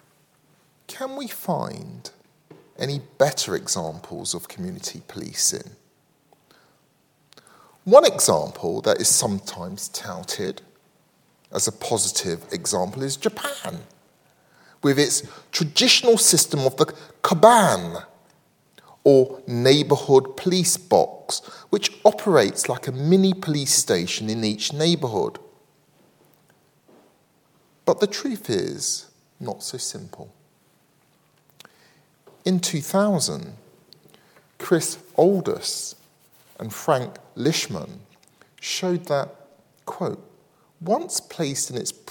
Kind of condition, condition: setting, large echoing room